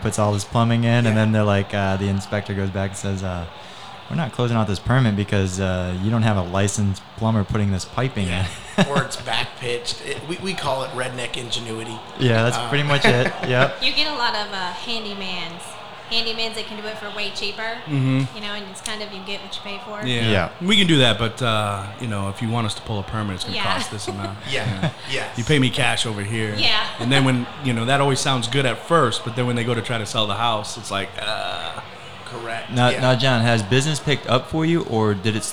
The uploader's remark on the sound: Recorded live at the new Naples Ferrari Dealership. Hosted their quarterly event for the top 500 agents in SWFL.